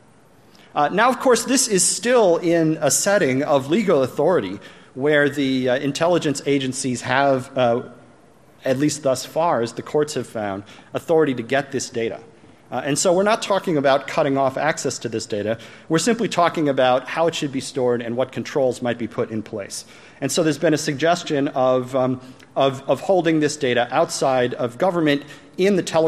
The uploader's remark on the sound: plenary session from AusCERT 2014